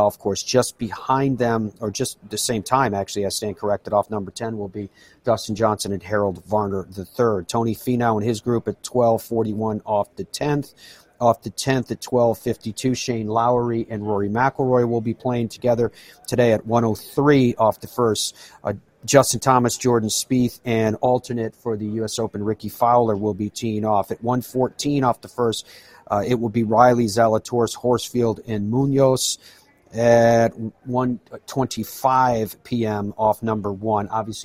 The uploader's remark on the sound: broadcasts live from the US Open at Brookline